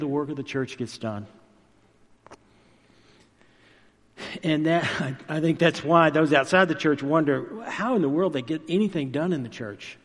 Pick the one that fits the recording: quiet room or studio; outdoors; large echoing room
large echoing room